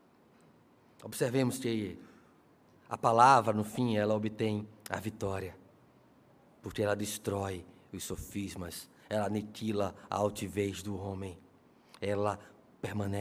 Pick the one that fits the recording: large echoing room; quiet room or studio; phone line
large echoing room